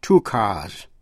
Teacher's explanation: Chữ car tận cùng bằng âm R, tức là một âm tỏ, voiced, cho nên S phát âm là Z